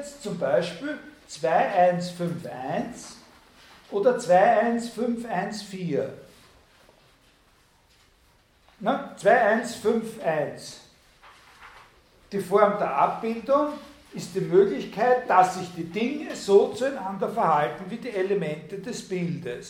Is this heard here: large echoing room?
yes